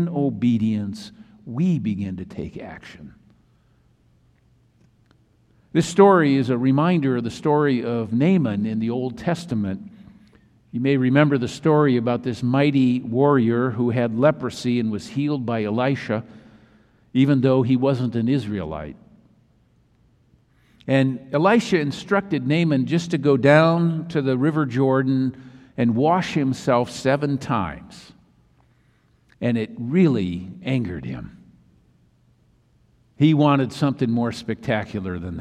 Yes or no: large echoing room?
yes